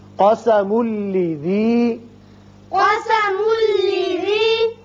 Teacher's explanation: میم کو جب لام سے ملائیں گے تنوین کے بعد لام ہے، ادغام بغیر غنہ ہوگا